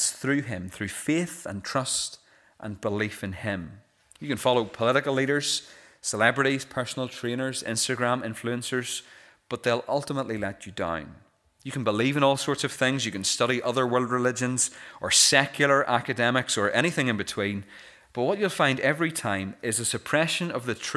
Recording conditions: large echoing room